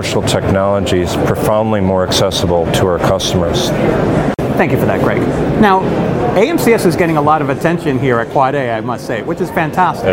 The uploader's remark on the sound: Mercury Talks MOSA live from the 2022 AAAA Summit. LIVE from the floor of the 2022 Army Aviation Mission Solution Summit.